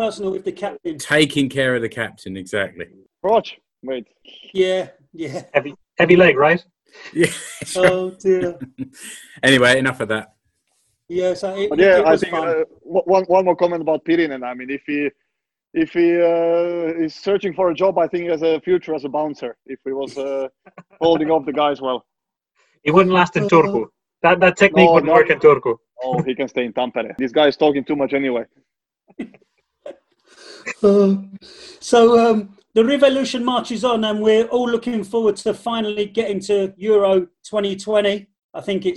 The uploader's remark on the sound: the entire FFS team to turn up for a five-way Zoom